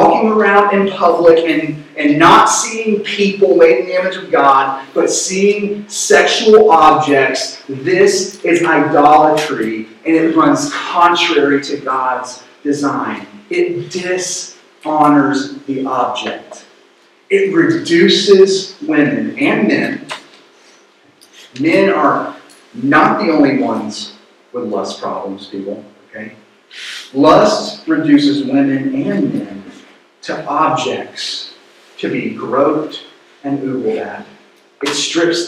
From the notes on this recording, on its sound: Due to some technical issues, the sermon audio was not properly recorded. We apologize for the poor audio quality.